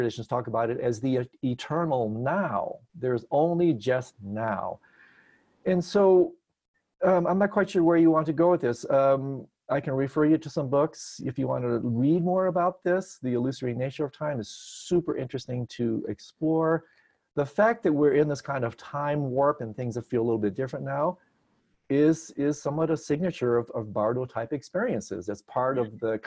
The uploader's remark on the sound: Virtual Weekly Hangout.